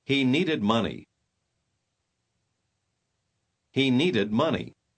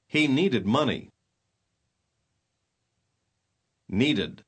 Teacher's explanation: Note cómo las letras ED de needed constituyen una sílaba extra. Cuando una palabra raíz como need termina en D o T, usted tiene que pronunciar todo el sonido ed que se agrega.